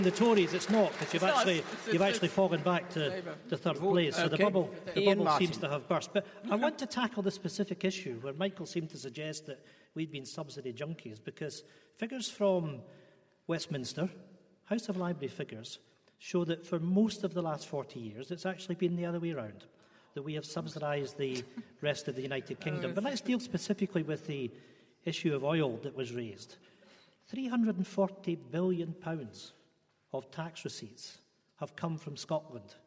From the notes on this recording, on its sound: political debate from Wellington Church, Glasgow